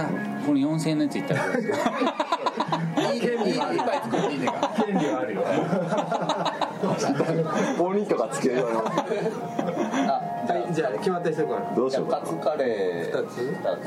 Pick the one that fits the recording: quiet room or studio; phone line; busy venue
busy venue